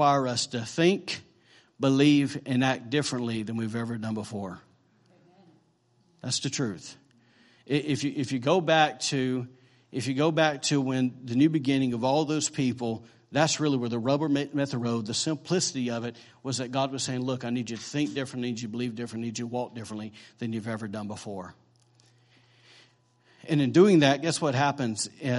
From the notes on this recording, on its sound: recorded on Sunday, December 31st, 2017, during morning service at Celebration Life Family Church.